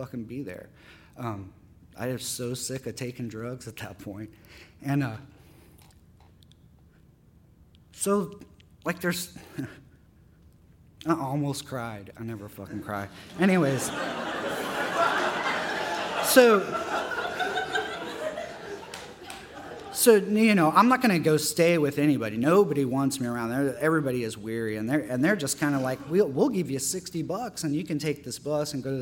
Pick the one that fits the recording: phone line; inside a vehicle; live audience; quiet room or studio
live audience